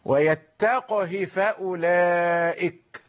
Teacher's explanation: سكننا القاف وأتينا للضمير بكسرة واحدة · Term: القصر